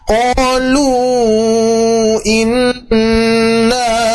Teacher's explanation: inna guna musyaddadah dulu ya, tahan dulu, baru kita panjangkan 4 sampai 5 harokat · Di innya guna musyaddadah, tahan dulu, baru na-nya kita panjangkan. · Term: mad jaizmun munfasil